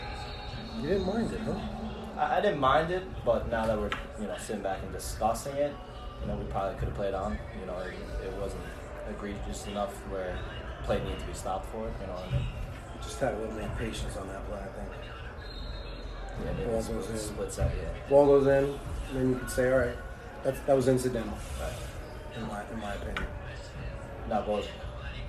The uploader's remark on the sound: Live from: House of Sports. I'm going to be recording the conversations with my partners during time outs, halftime and pre and post game.